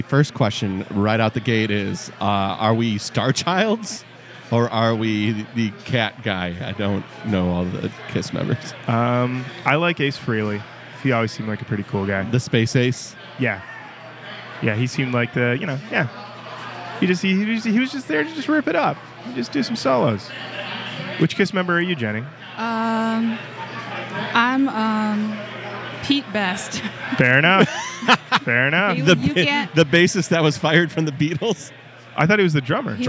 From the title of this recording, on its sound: Live at Rock N Pod Expo 2